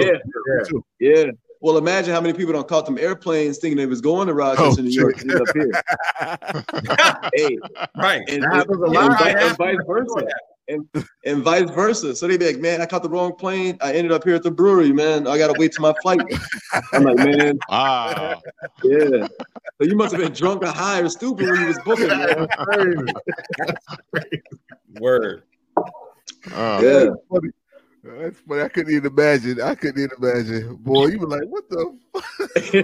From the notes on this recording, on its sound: social distancing virtual happy hour